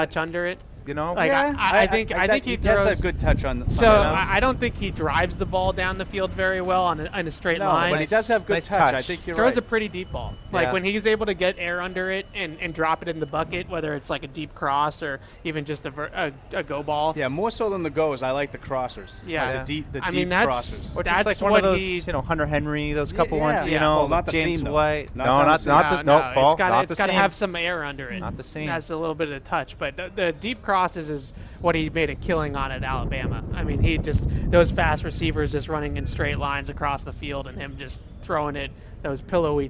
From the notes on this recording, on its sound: Tune-in as we broadcasted live from Patriots Mini Camp on Monday, June 12.